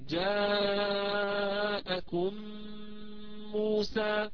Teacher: فإذا جاءت عندي ميم ساكنة ثم جاء بعدها حرف الميم فيكون الحكم عندنا إدغاما شفويا، يعني ندغم الميم الأولى الساكنة في الميم الثانية، يعني ندخل الأولى في الثانية ويصبح عندنا ميم واحدة مشددة، ونمطها أو نمد غنتها يعني مطا طويلا